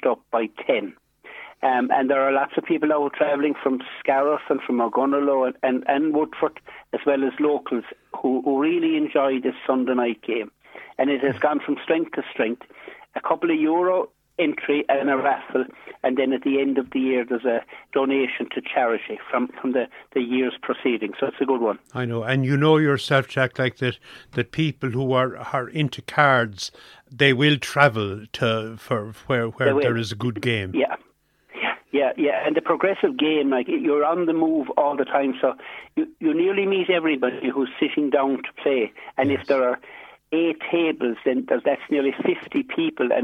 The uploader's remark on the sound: is joined on the phone by Whitegate correspondent